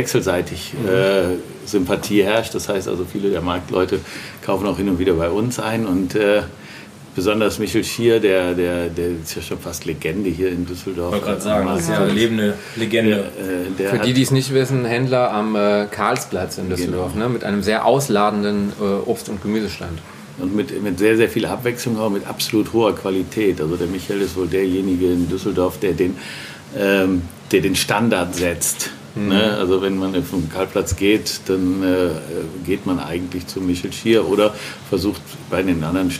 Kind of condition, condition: setting, busy venue